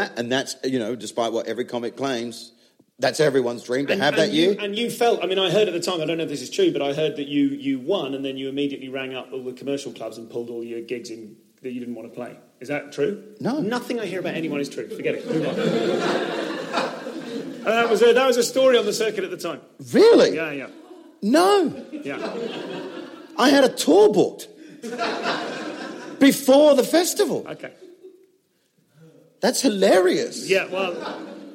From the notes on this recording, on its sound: live at Dave's Leicester Comedy Festival